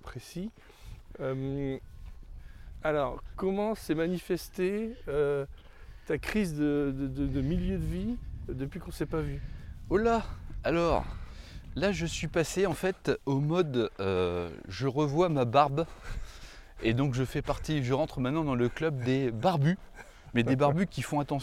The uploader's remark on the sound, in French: L'enregistreur Zoom F2 pour un enregistrement en extérieur dans la petite ville bretonne de Piriac-sur-Mer. Nous expérimentons l'enregistreur Zoom F2 pour un enregistrement en extérieur dans la petite ville bretonne de Piriac-sur-Mer.